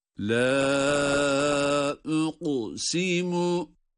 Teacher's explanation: Bunu böyle detaylandırdıktan sonra la uqsimu derken uqu kafta galgale sıfatı var. Cezim olması itibariyle galgale ile ve kalın okuyoruz.